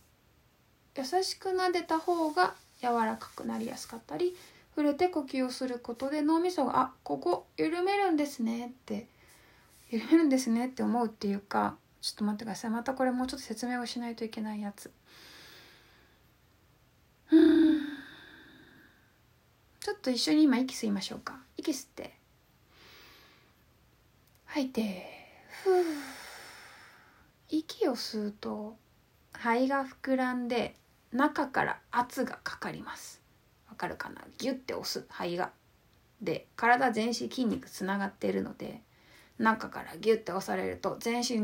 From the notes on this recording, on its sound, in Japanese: インスタライブの録音です。